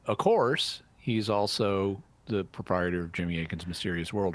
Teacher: you thus kept the vowel of the word of, but you elided the F sound, which is an unvoiced fricative